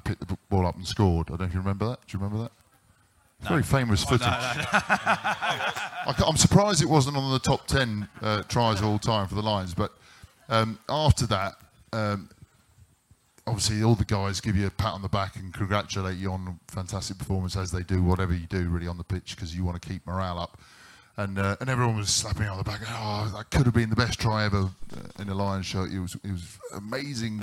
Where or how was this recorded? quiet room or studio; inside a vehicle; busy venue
busy venue